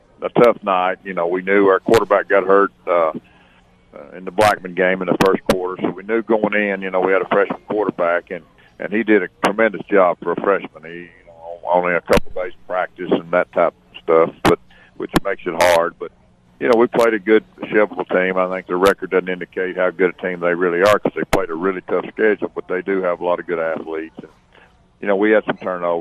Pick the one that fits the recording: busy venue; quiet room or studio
busy venue